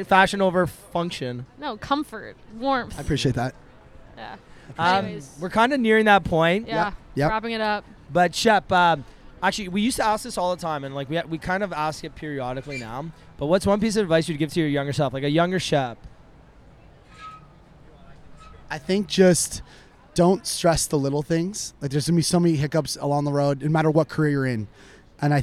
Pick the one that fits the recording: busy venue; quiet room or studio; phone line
busy venue